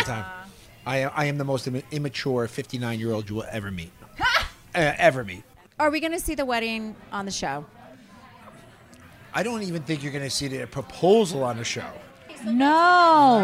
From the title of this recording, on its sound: Live from BravoCon